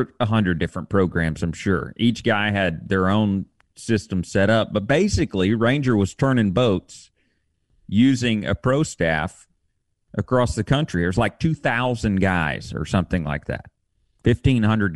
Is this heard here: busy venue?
no